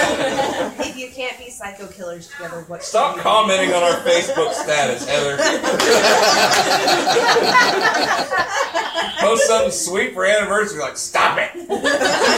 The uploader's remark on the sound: our show is brought to you from our #Halloween party that was recorded live on Facebook